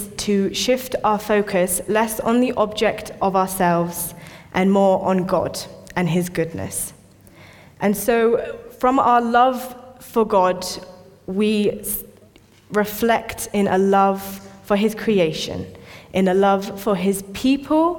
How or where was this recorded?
large echoing room